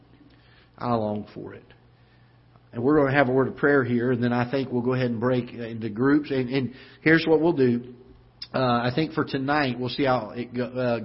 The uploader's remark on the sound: Ketha Heights Baptist Church ~ Live Broadcast